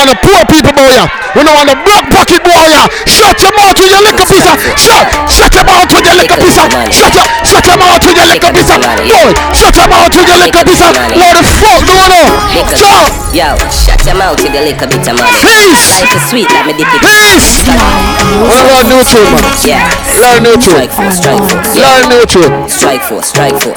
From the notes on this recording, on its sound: live at the legendary freaky fridays